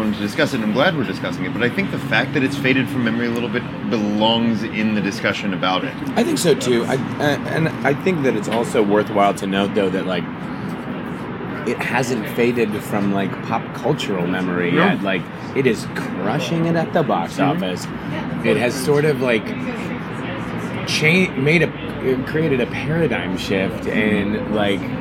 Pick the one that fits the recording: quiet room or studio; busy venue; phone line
busy venue